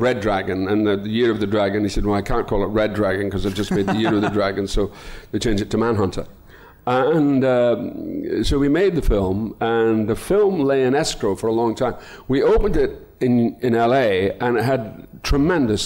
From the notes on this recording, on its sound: Edinburgh Live Special. In honour of the Edinburgh International Film Festival up in, um, Edinburgh, the Empire Podcast team made the long and treacherous journey over Hadrian's Wall to record a very special live edition of the show.